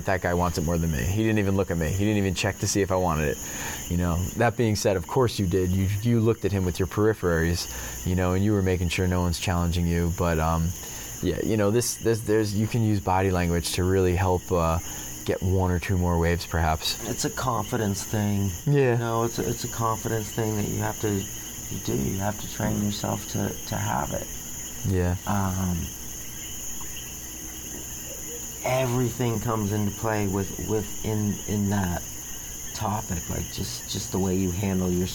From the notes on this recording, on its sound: This episode was a pleasure to record because it was accomplished while sitting outside on a beautiful Puerto Rican evening accompanied by the native nocturnal creatures. You don't have to listen closely to hear the symphony of crickets & coquis that surround them.